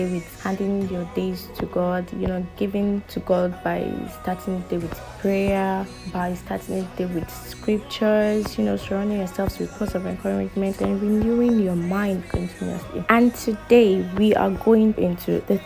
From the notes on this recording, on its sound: Sorry for the background noise, couldn’t remove it while editing.